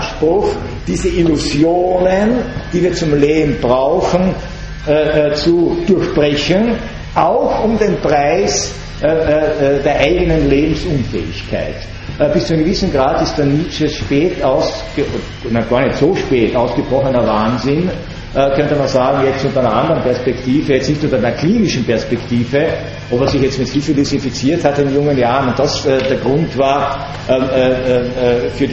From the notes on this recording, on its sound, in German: Gehalten am 14.06.2012 an der Universität Wien. Diese Vorlesung wurde von Studierenden der Uni Wien aufgenommen.